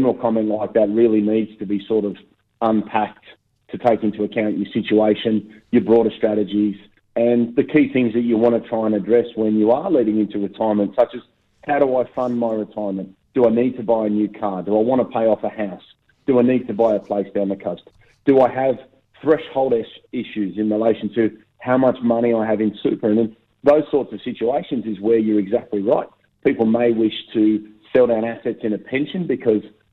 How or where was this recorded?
phone line